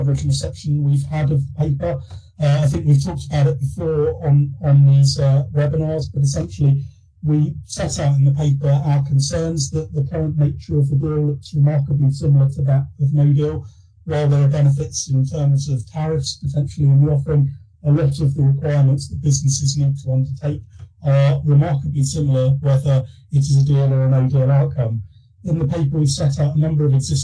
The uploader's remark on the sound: The audio is from the weekly FDF Covid19 webinar originally broadcast 18th August